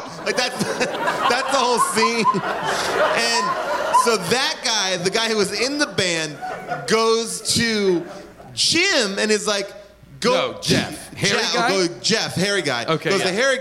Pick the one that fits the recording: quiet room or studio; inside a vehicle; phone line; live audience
live audience